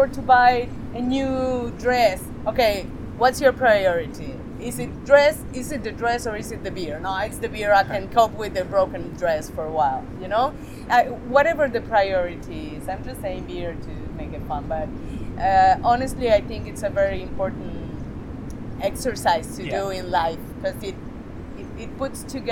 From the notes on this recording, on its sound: This podcast was recorded on the beach and the forest in Las Tunas, Ecuador.